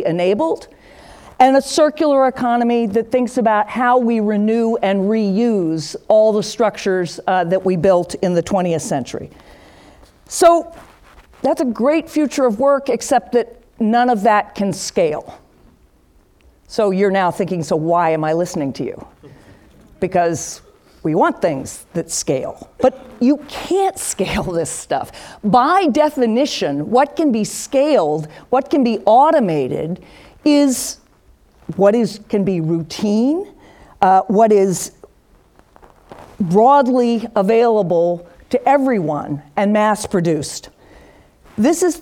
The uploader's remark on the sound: Upfront Summit 2018. With the Upfront Summit audience.